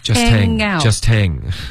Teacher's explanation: Just 跟 hang 要连读。Just hang, hang out